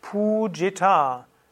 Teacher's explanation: Pujita, langes U und langes letztes A. Pujita. Und dann lange Vokale.